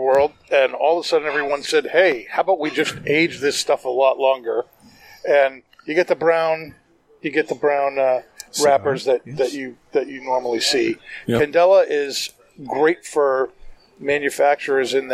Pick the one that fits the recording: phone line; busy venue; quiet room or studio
busy venue